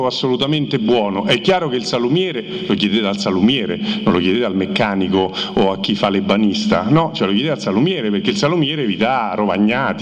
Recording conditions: busy venue